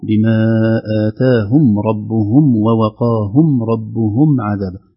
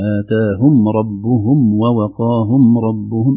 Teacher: الميم التي عليها سكون فيها إظهار بدون غنة